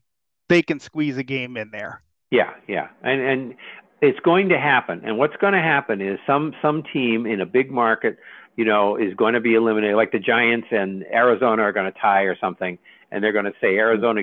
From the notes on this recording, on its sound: take your live calls